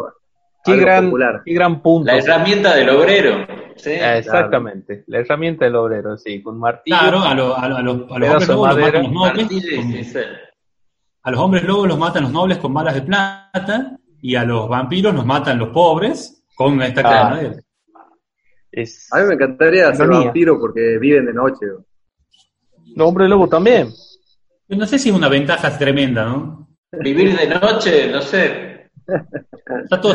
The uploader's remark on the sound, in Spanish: La pandemia nos vuelve a alejar de los estudios, sin embargo, siendo martes, no queriamos dejar pasar la oportunidad de realizar un zoom